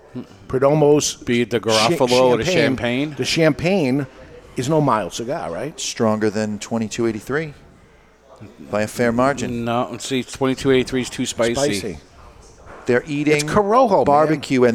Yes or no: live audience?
yes